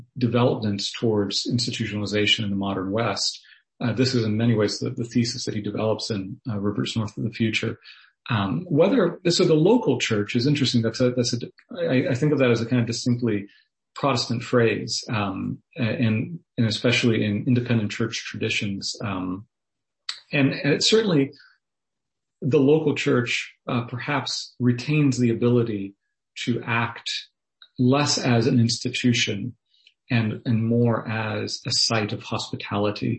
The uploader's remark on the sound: Was delivered as a Zoom webinar on Wednesday, March 3rd.